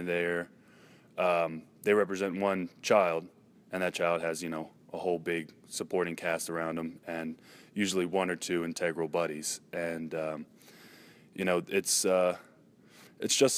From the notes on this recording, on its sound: This show starts in Fresno CA in front of a live studio audience at Fresno State University.